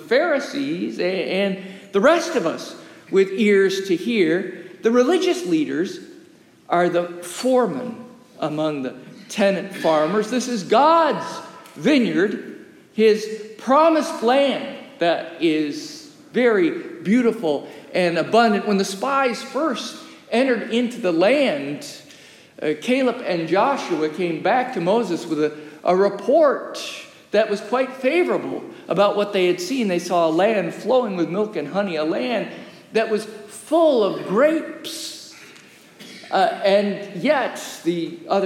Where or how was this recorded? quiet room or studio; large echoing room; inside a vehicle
large echoing room